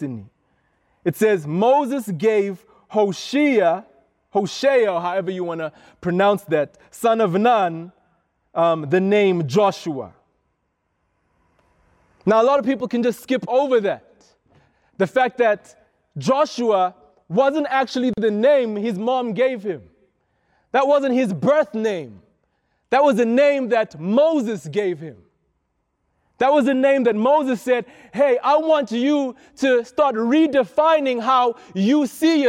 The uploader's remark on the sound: This is a sermon I preached at Rhema Youth